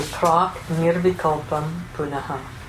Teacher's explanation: The ka goes to na because of the following na.